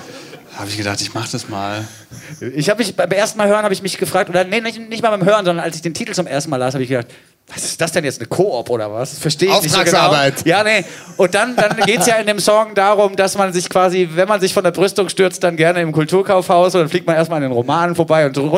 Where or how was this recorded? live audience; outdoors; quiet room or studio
live audience